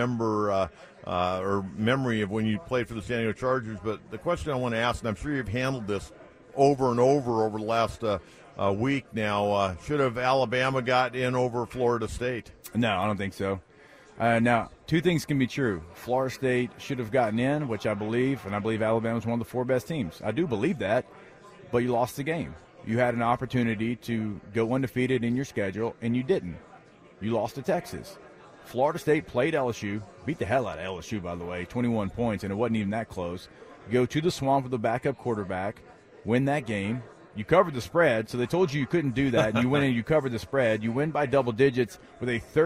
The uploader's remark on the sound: at media day for the 124th Army-Navy Game in Boston